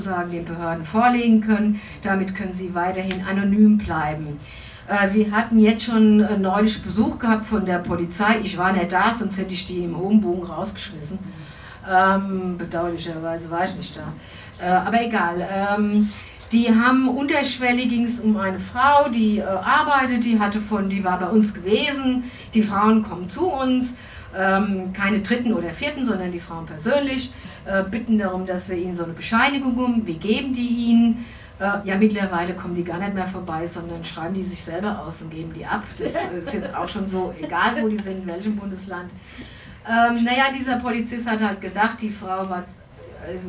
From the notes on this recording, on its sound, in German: Mitschnitt der im FranzK (Reutlingen) am 11.10.2019 stattgefundenen Veranstaltung